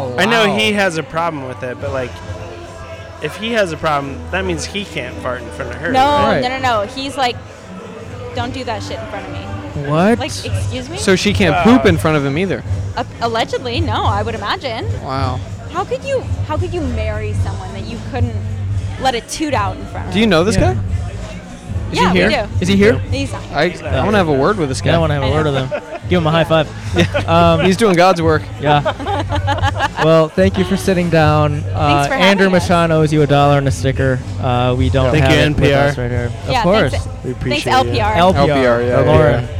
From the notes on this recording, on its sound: Recorded 5/19/2023 at the Smog Shoppe in Los Angeles.